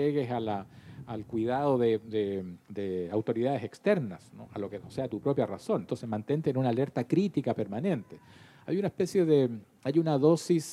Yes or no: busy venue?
yes